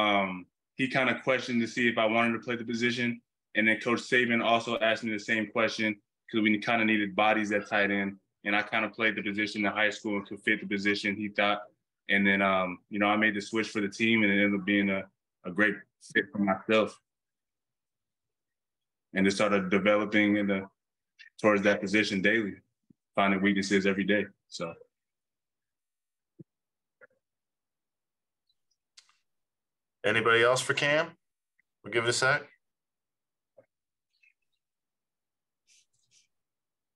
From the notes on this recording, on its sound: Called in for an introductory press conference.